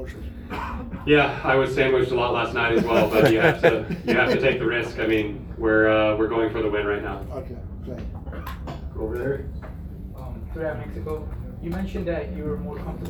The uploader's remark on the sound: Live from Daytona